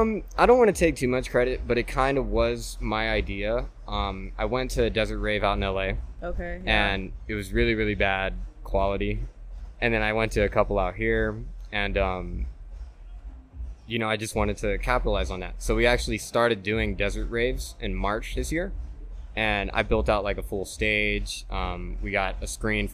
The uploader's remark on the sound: Recorded live at the iconic Jackpot Bar & Grill in Las Vegas